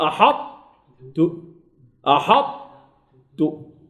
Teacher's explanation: تبقى صفة الإطباق وتدغم الطاء، الطاء تدغم لا تسمع للطاء وإنما تسمع صفة الإطباق